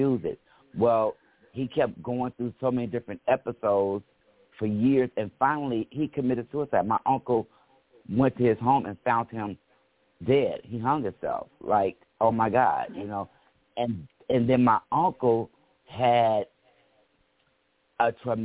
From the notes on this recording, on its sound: Those who call in will form a panel